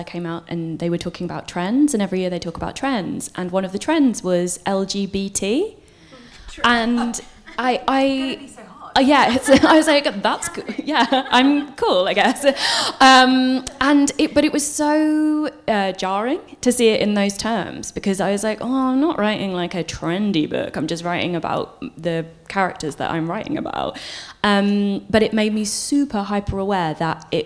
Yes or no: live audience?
yes